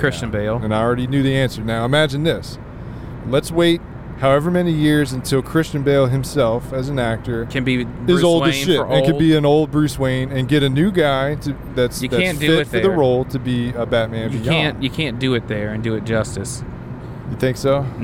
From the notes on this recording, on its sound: ROADTRIP (Podcast while driving shenanigans).